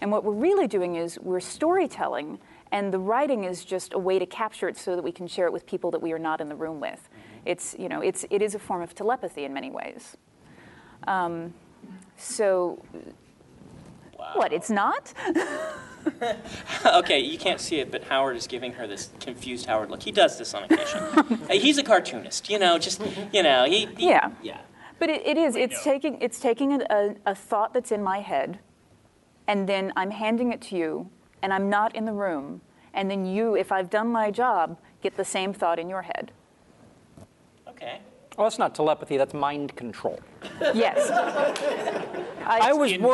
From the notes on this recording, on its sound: She joined us at WorldCon 67 in Montreal, and totally schooled us in front of a live audience.